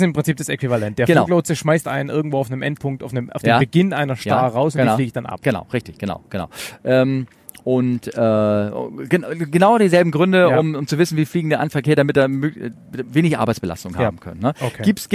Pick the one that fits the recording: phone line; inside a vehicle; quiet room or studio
inside a vehicle